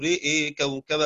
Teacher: يميل الراء والهمزة والألف